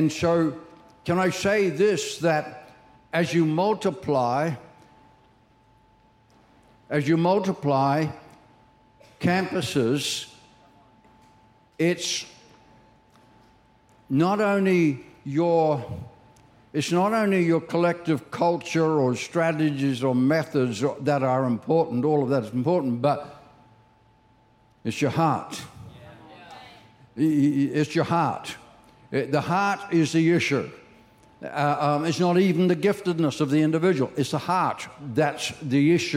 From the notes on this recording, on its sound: Recorded during our 9am service on Sunday, the 30th of July 2023.